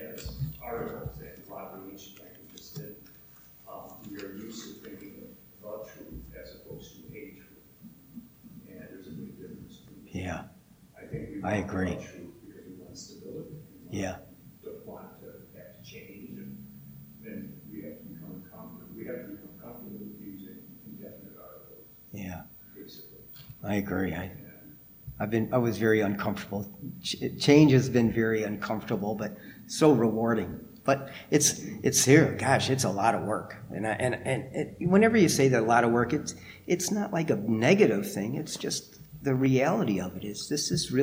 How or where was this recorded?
large echoing room